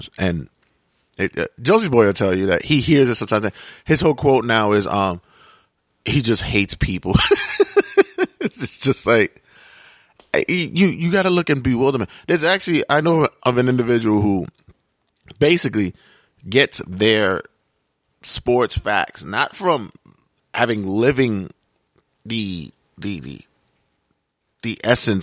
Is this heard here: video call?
no